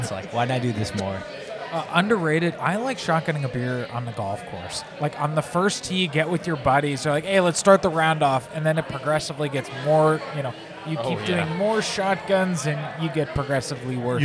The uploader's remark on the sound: recording the show at Middle James Brewery